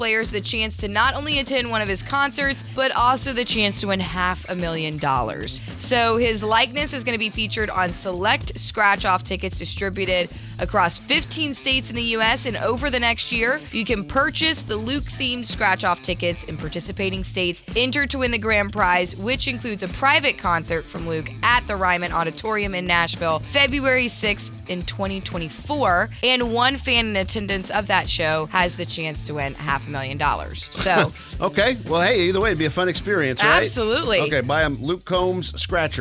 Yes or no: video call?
no